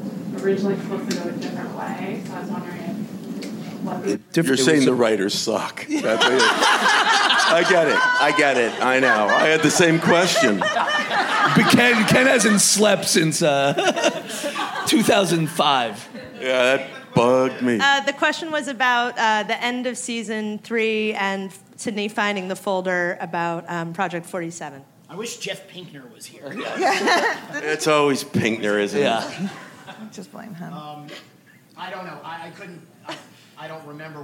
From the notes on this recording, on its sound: Recorded at ATX Television Festival